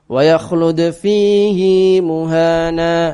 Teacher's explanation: fihi muhan, hinya panjang dua harokat.